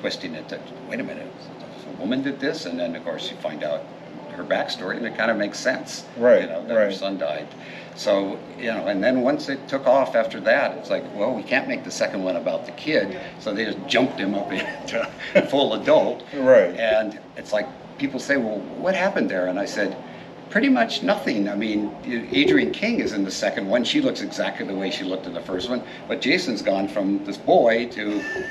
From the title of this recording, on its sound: Live From Pittsburgh's Horror Realm Con 2023